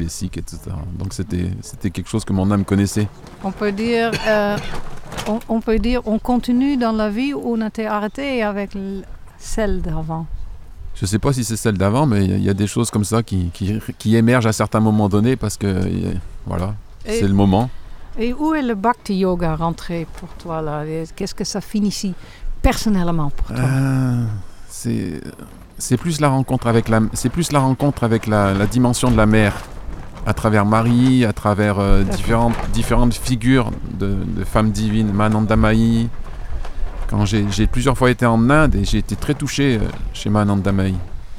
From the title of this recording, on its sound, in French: En Direct Du Bhakti Om Festival